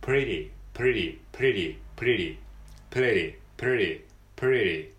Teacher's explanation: t とははっきり言わないことが多いんですね、アメリカ英語的には · プリディみたいな D、D、D サウンドみたいになったり、えー、することもあります · Term: フラップ T